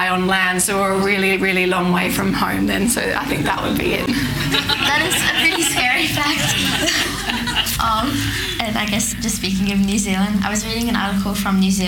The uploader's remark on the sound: Recorded live in front of an audience at a Trailblazers Women In Sport Business event in Sydney. Please note there are a few issues with the audio quality due to the unpredictability of recording a live event!